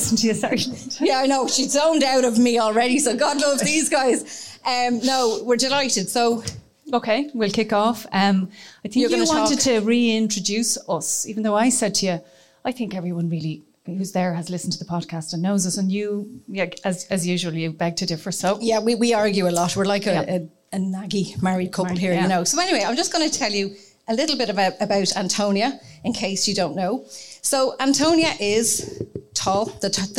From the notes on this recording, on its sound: Celebrate our official launch event with a live recording. In the company of one hundred of our lovely listeners. Followed by an entertaining Q&A with questions from our listeners.